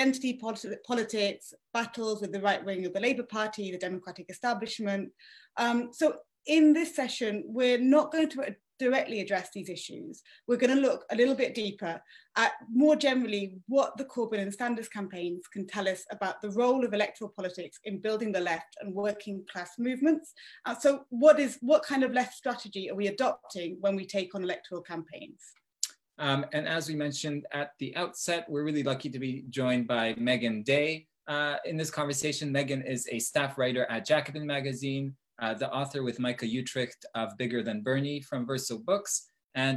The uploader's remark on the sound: Recording of TWT and Verso's Zoom call